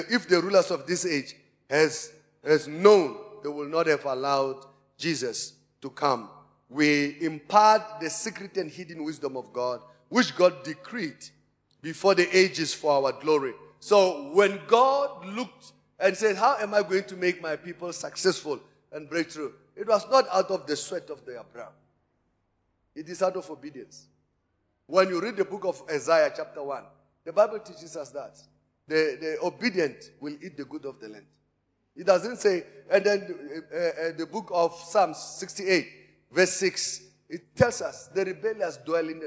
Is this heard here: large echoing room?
yes